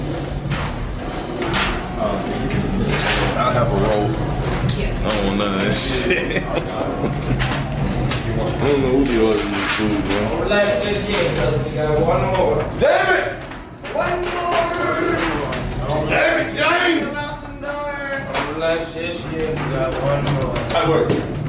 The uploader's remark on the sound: The Augusta Live Comedy Special